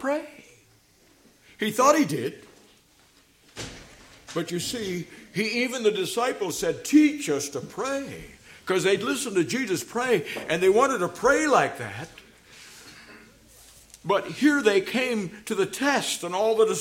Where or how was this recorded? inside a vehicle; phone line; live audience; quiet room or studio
live audience